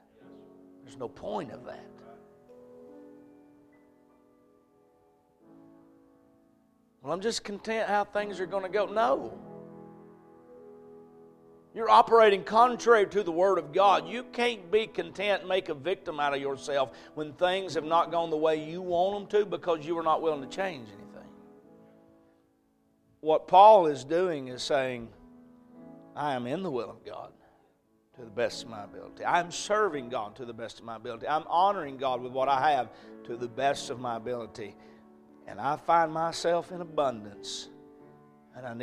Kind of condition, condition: setting, large echoing room